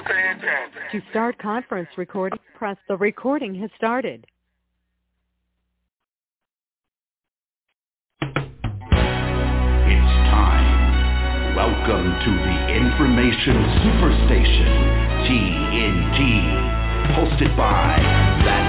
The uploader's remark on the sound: TNTSuperfantastic Conference Call